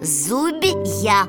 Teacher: Звук «б» здесь мягкий, а буква «я» обозначает два звука «й» и «а»